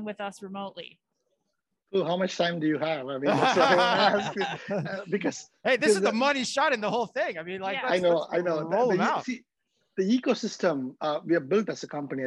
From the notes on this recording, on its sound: live from the NRF Innovation Lab